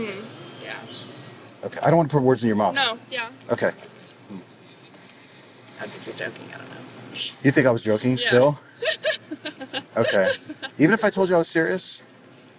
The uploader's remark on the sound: Location: San Antonio, Texas. Recorded w/Go-Pro. Edited w/PowerDirector.